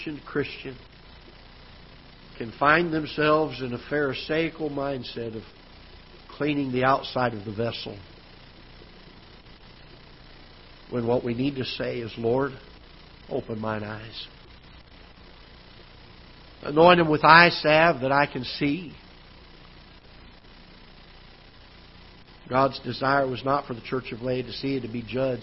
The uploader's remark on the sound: Ketha Heights Baptist Church ~ Live Broadcast.